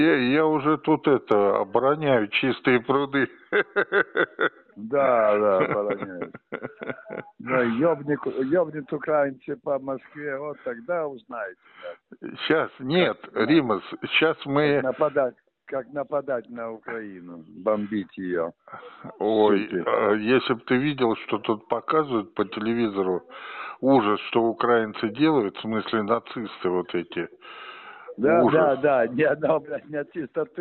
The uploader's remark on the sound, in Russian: Телефонный разговор с режиссёром и худруком Театра Вахтангова